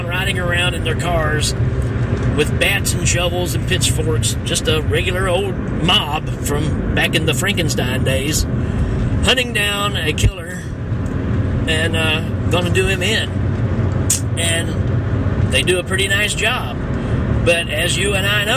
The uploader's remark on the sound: while driving my car!